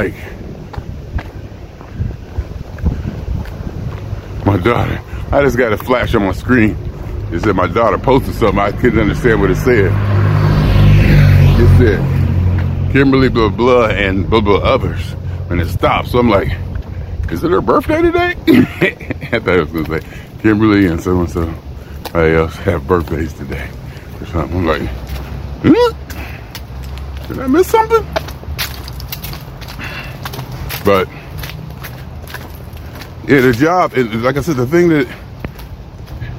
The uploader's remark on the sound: Me Walking Talking